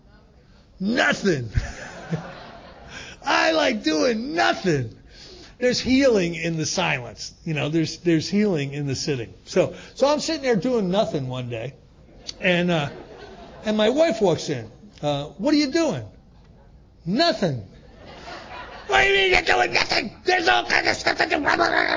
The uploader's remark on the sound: gives a Step 1 talk at the 2023 Fellowship of the Spirit Conference